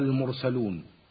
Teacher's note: ونجد الراء ساكنة بعد الميم المضمومة من كلمة المرسلون، وحكمها التفخيم